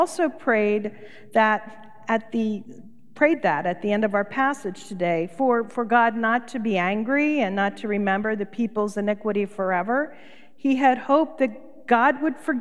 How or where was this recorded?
large echoing room